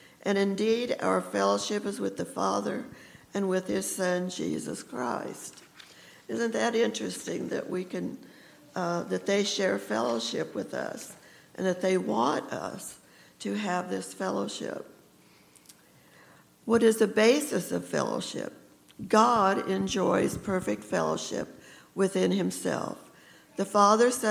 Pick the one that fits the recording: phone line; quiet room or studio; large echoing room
large echoing room